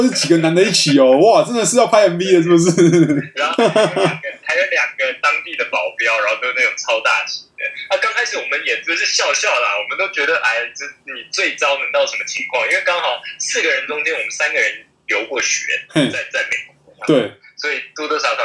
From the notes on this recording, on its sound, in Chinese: 本集白噪音指數：0/5。音質不一定清澈。